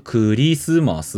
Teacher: 日本語にするとクリスマスって母音が5つある